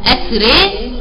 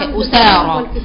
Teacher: ورش قرأها بالتقليل أسرى، وأبو عمرو البصري والكسائي قرأوها بالإمالة · Shown in: first take